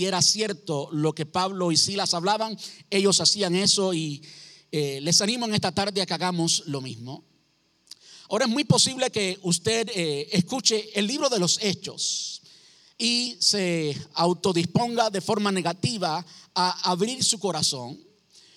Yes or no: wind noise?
no